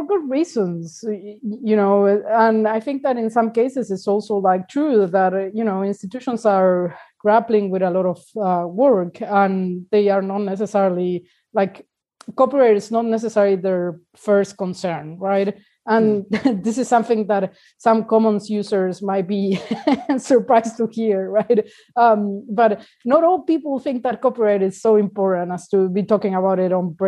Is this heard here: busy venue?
no